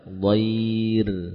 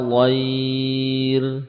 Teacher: Kalau kita waqafkan, maka ra-nya dibaca tipis. Ya. Ra-nya sukun karena sebelumnya ada ya sukun, ada huruf ya sukun, maka ra-nya dibaca tipis.